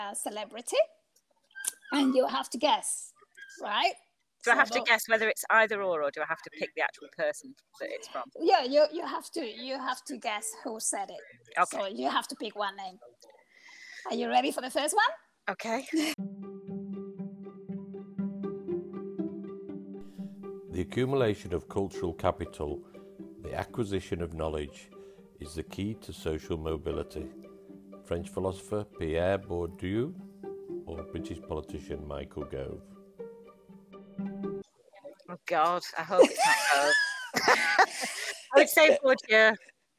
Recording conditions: sounds in the background